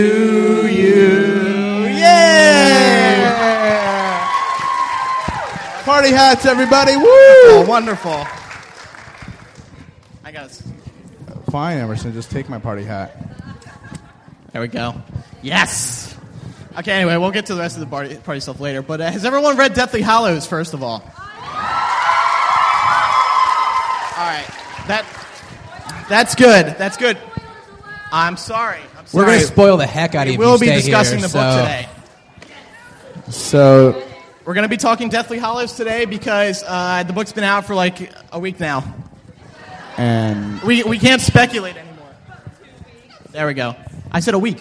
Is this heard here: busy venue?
yes